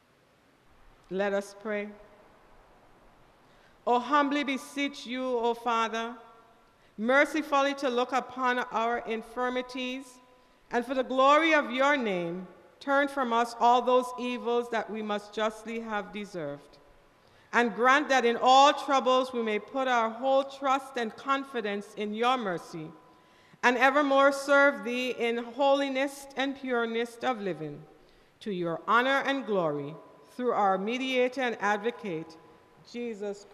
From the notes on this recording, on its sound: KeepItLoud Crew Live Sunday Service with St. John's Episcopal Church U.S.V.I.